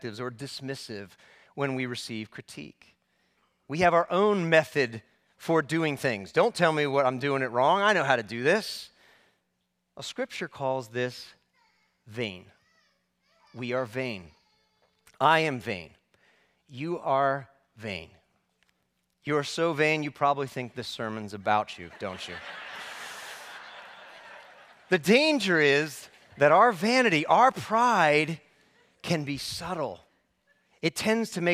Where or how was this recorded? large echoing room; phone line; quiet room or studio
large echoing room